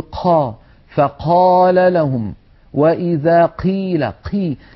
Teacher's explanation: القاف مر معنا منذ قليل أنها حرف مجهور يعني ينحبس نفسه تماما، ففي بعض العاميات المعاصرة اعتاد بعض الناس أن يقول قا فقال لهم، وإذا قيل قي، يجعلون كمية من الهواء تتدفق مع صوت القاف المتحركة قا قو. هذا لا يصح لأن القاف حرف مجهور. · Term: همس القاف